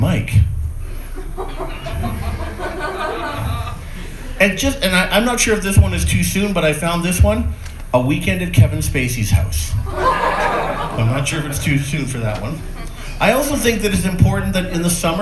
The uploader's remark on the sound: A recent set recorded at the Great Plains Comedy Festival